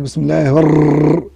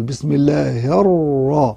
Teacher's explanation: ارتعاد طرف اللسان عند النطق بحرف الراء · Shown in: first take · يعني بسم الله الرحمن الراء، ما تسيبش لسانك بسم الله الرر، وهذا صفة معيبة، فأنت ينبغي أن تحذر من ذلك. · Term: التكرير